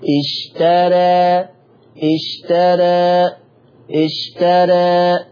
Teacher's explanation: الفتحة تخف شوية واتجاه الفتح بتاعي يبقى فيه نحول، يجيب الأفقي ما يجيش عمودي · Term: تقليل